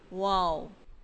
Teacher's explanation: होंठों को गोल करने से वाव अदा होता है